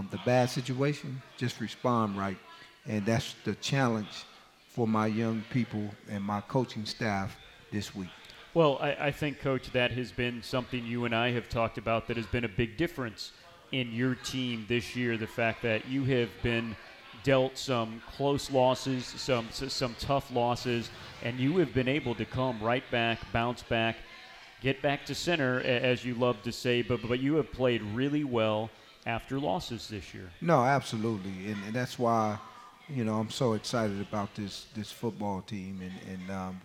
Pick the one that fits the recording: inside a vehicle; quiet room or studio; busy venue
busy venue